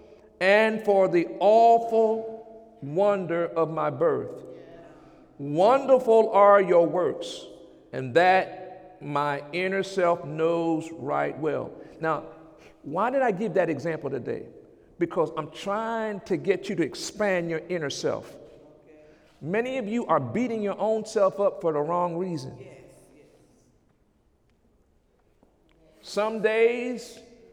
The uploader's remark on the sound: During Sunday morning service on February 26, 2017